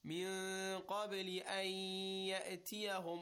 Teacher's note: In this case, we do the idgham with ghunna, the nasal sound and a little bit of a stretch.